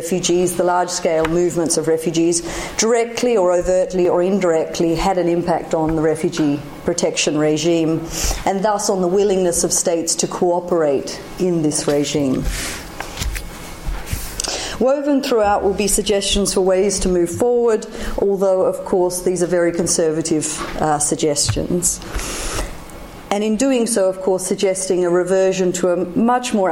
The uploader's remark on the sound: Public Seminar Series, Hilary term 2013. Recorded on 13 February 2013 at the Oxford Department of International Development, University of Oxford.